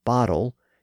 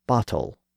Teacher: World English also required the pronunciation of the T in the middle of a word as an actual T sound · Shown in: second take · like in Britain, as opposed to a D sound, like in America.